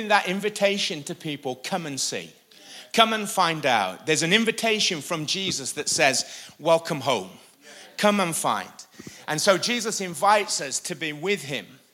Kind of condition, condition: setting, live audience